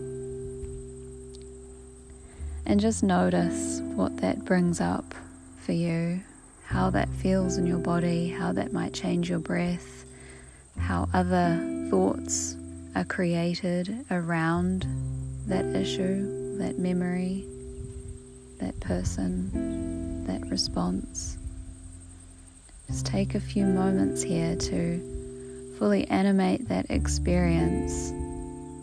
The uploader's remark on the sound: I attempted to record this one outside, apologies for the rumbling wind!